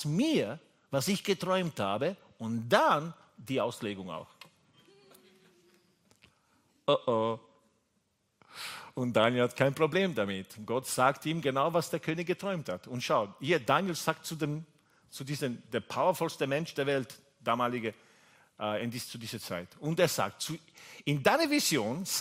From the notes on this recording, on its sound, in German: Gottesdienst live aus der LIFE Church Wien.